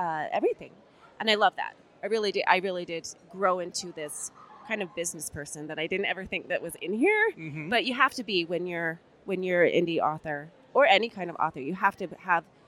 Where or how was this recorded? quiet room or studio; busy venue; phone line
busy venue